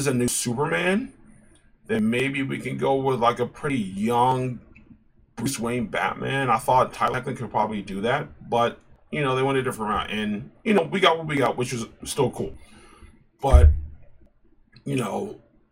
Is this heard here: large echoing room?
no